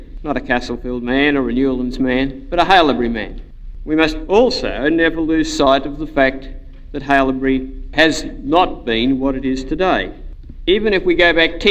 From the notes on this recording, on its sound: an address he delivered on Founders Day 1989 in the Aikman Hall